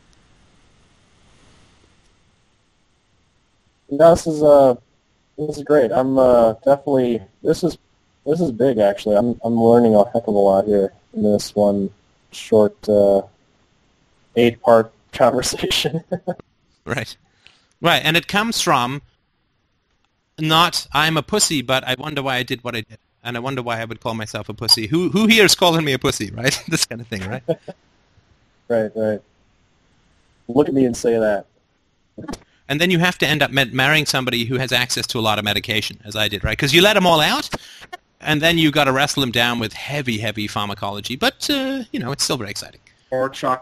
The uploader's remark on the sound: Sunday Call In Show